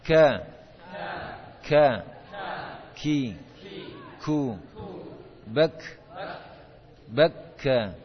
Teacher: Kita lanjutkan huruf kaf, ya, pangkal lidah dengan langit-langit di setelah atau di bawah makhraj jadi huruf qaf